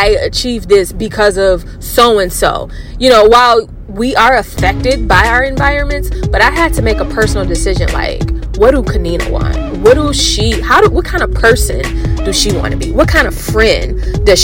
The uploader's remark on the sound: uncut, car drive (yes, that's where this podcast was recorded)